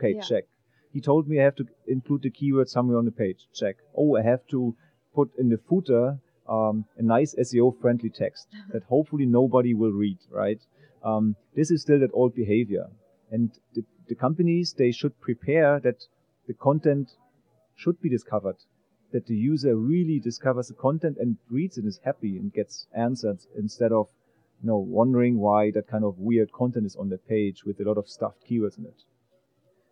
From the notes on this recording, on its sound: In this podcast recorded at Pubcon Las Vegas 2014.